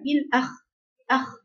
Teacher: الخاء يعني درجة في التفخيم عشان الخاء دي خاء حرف ضعيف شوية يعني مفخمة بس الدرجة قبل الأخيرة في التفخيم